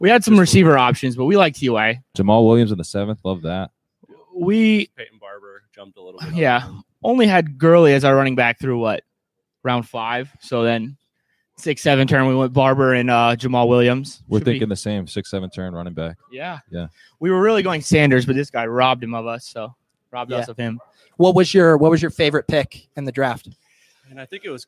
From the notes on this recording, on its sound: Live from Vegas. Live from the FFPC Drafts in Las Vegas talking with high stakes pros and analysts about their upcoming Main Event Draft.